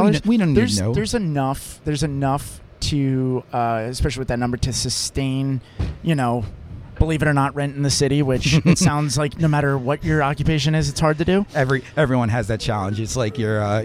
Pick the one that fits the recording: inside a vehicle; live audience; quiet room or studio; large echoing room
inside a vehicle